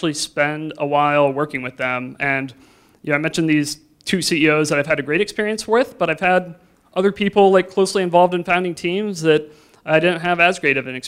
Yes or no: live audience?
yes